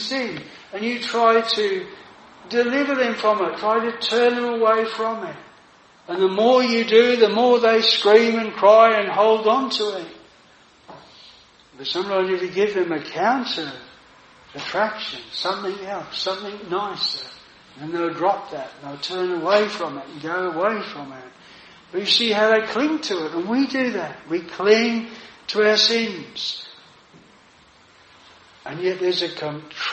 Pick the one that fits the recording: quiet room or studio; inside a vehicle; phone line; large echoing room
large echoing room